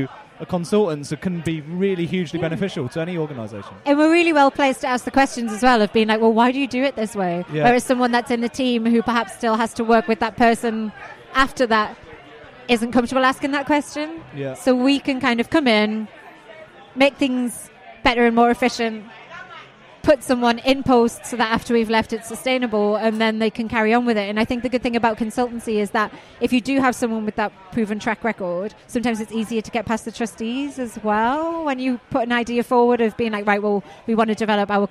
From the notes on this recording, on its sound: live from the loudest pub in London